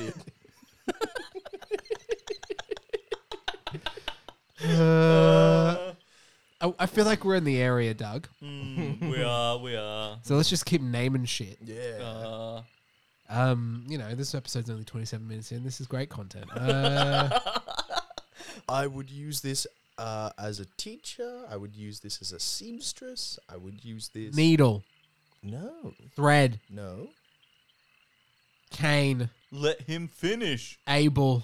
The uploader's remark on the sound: This episode is recorded on location in the swamp